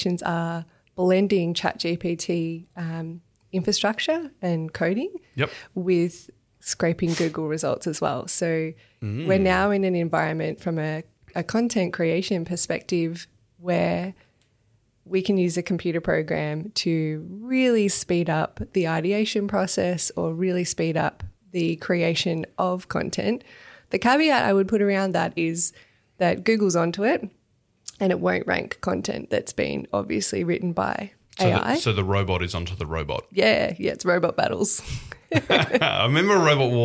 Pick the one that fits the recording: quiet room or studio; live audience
quiet room or studio